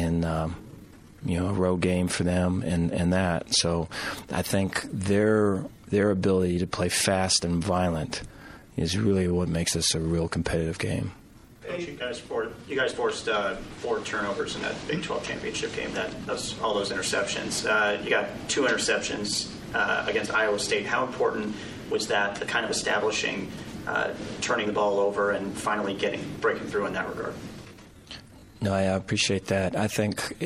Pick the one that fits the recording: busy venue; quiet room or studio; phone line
busy venue